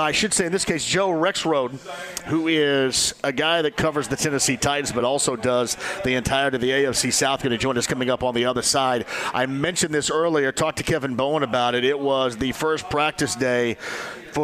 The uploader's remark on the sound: Live From Union Jack Pub in Broad Ripple!